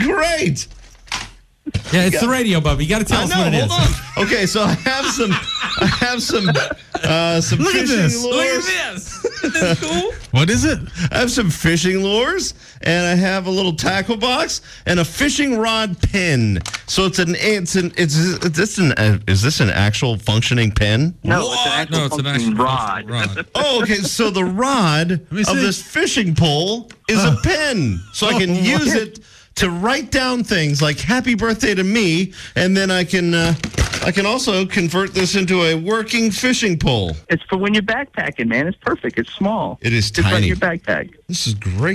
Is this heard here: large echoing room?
no